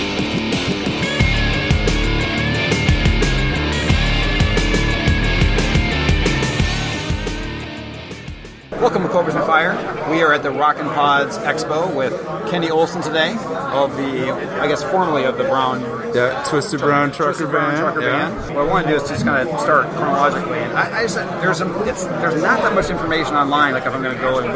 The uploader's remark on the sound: At the Rock N Pod Expo. You can hear how packed the Expo is in the background.